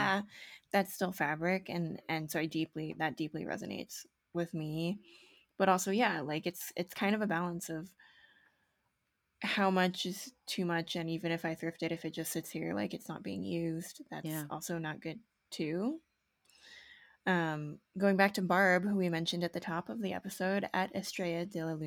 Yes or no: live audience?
no